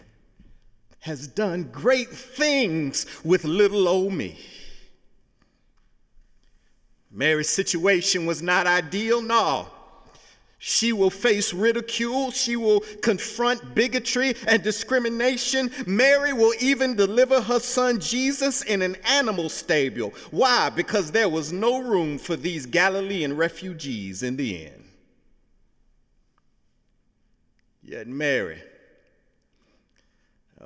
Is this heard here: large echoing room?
yes